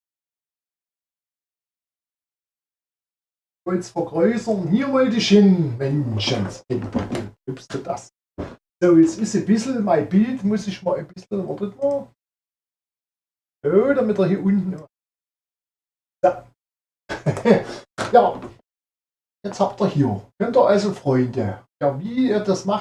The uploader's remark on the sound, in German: Für den Ton bitte ich um Entschuldigung.